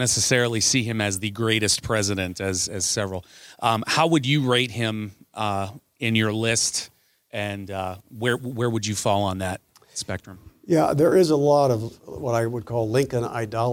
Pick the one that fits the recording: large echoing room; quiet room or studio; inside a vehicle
large echoing room